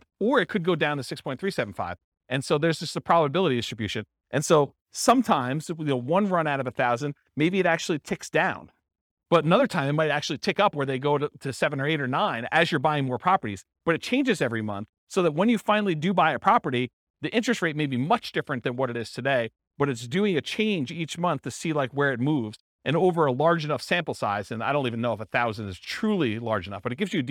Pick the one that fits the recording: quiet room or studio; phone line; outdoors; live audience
live audience